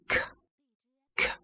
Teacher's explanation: 你可以体会到发这个音的时候呢，声带是没有动的，没有震动的啊